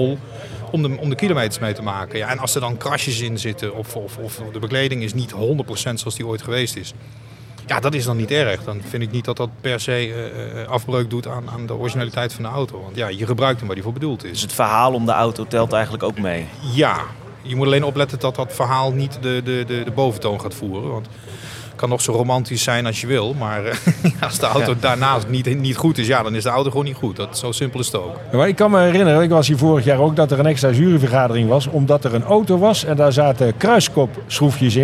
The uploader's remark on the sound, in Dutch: we zenden deze keer live uit vanaf Wheels at the Palace, voorheen bekend als het Concours d'Elegance Soestdijk